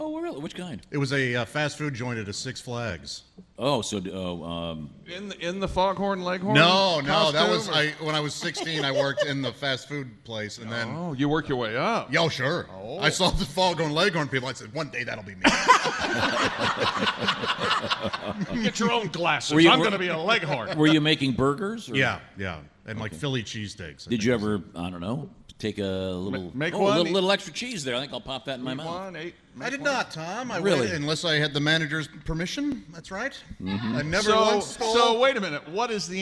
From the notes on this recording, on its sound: live from the Bourbon museum in Louisville